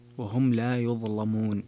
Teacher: ويظلمون تغليظ اللام لورش